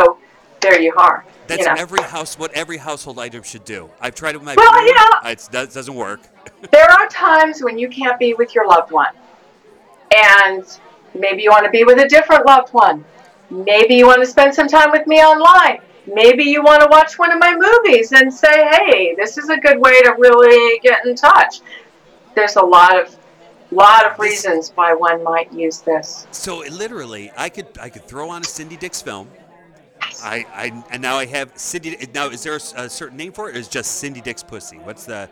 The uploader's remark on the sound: Only once a year can a podcast throw a party. Plagued by audio difficulties and drunken guests.